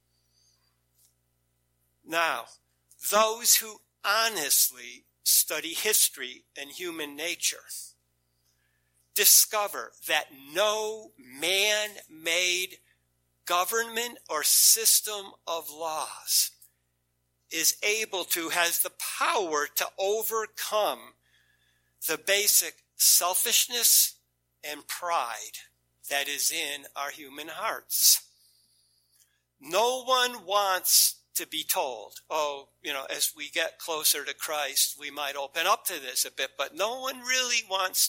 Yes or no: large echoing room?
yes